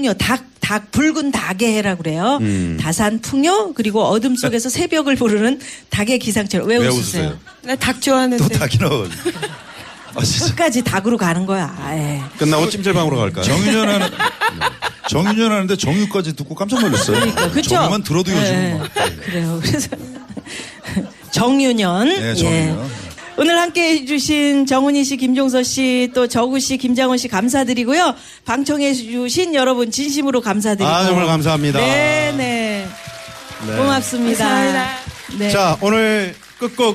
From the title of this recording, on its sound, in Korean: 4부 연말특집 공개방송 토닥토닥 2016 콘서트